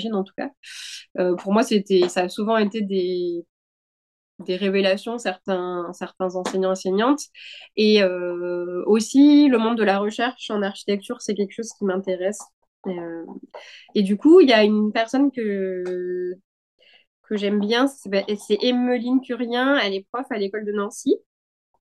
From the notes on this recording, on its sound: Via zoom.